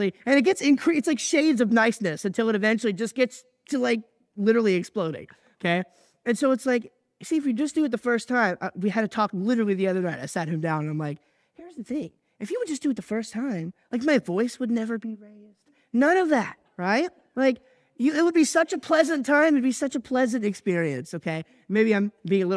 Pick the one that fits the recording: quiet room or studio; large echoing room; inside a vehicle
large echoing room